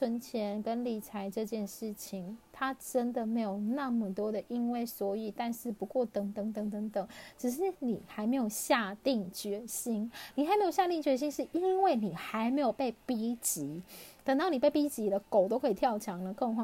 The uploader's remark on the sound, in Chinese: 這一集換了錄音方式，所以有些沙沙的聲音